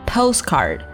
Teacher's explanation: 我们还要注意这个单词的重音在 post 这里